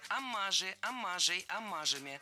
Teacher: Аммажи – это неверно. Слово «аммаж» имеет ударение на втором слоге, и при склонении ударение остается на том же месте.